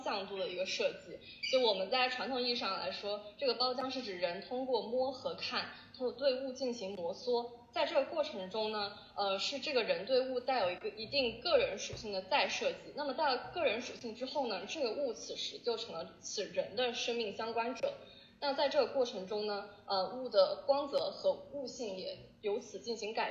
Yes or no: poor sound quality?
yes